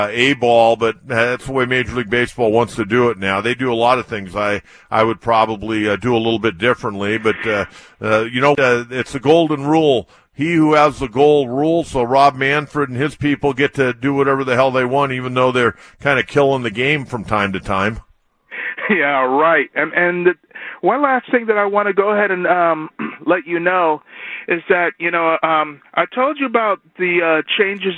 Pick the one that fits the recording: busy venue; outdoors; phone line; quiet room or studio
phone line